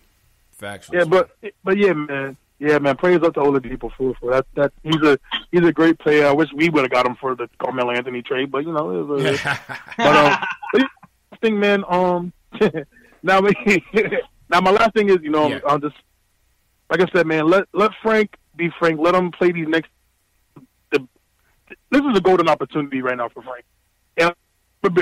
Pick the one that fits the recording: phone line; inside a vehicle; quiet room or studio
phone line